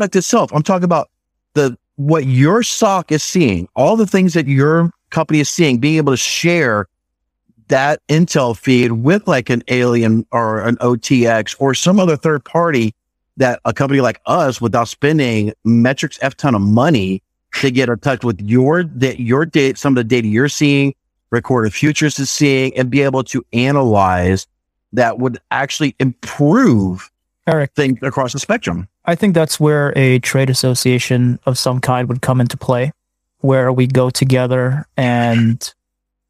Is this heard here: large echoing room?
no